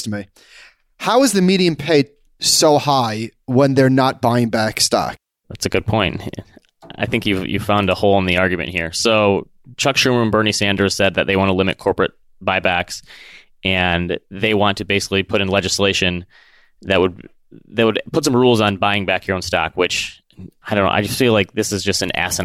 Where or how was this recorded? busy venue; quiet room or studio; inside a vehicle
quiet room or studio